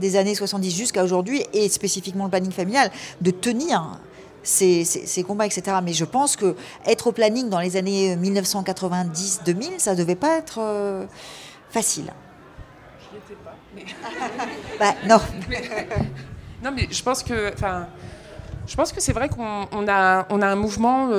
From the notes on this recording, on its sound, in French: Rediffusion Live. Le Point Ephémère a accueilli un enregistrement d'un épisode de Popol en live !